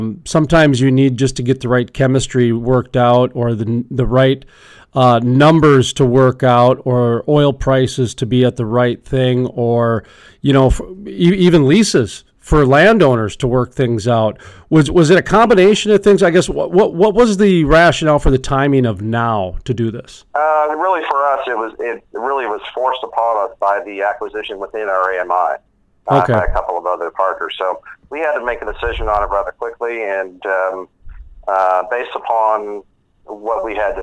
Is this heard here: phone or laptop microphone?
no